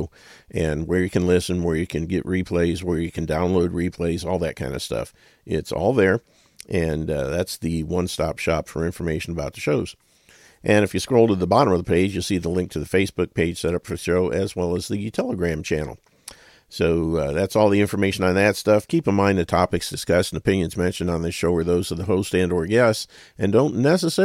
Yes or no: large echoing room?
no